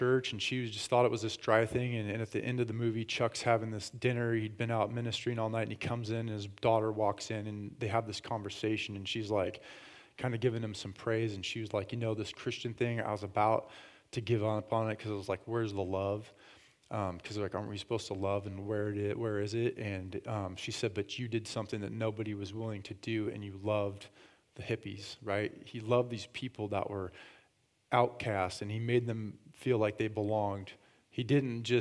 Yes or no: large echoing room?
yes